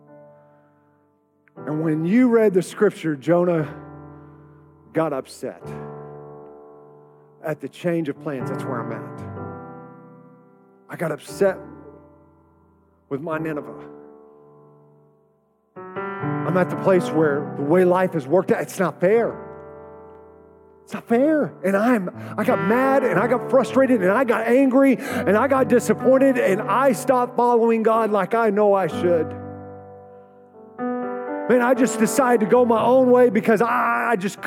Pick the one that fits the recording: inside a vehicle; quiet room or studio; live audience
live audience